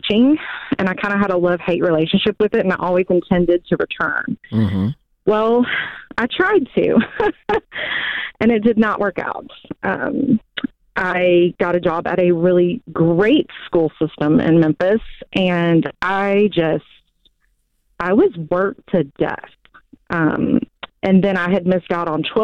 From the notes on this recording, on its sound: A Live Coaching Call